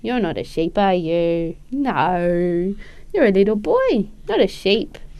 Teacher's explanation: So first of all, we hear higher pitched, as we already described, but also a greater pitch range. So she's doing an up and down pattern with her intonation. She's also producing clear sound, so we can hear that instead of saying sheep, she's saying sheep, so it is clearer for the baby that the sound is E.